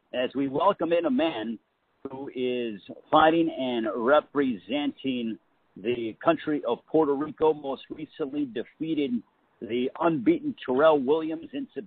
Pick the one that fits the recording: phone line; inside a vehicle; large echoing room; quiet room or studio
phone line